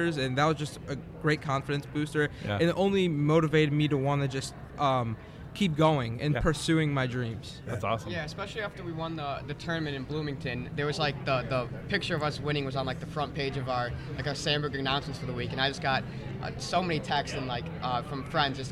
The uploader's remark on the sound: The guys talk with the Carl Sandburg eSports team at the Illinois Computing Educators Conference.